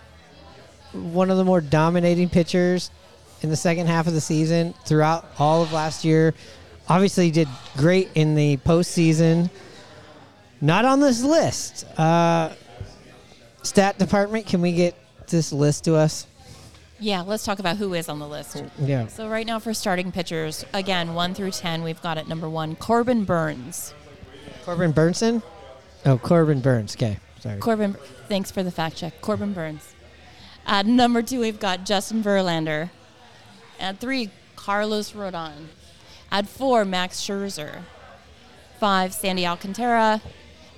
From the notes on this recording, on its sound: Recorded at Murphy's Pub in Wallingford.